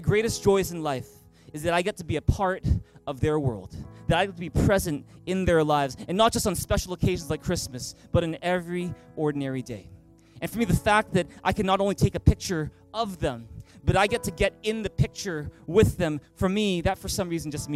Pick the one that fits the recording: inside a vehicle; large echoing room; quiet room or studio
large echoing room